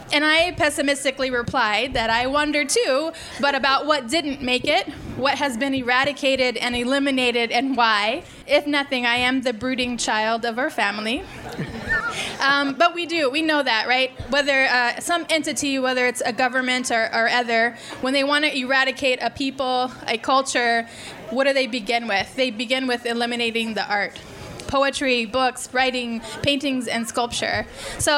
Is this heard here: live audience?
yes